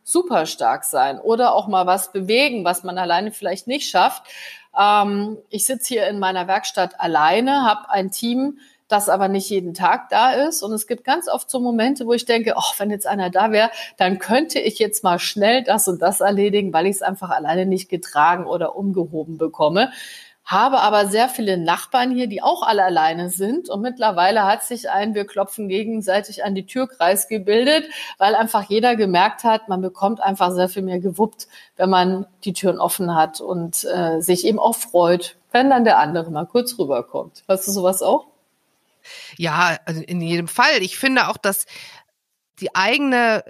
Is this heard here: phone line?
no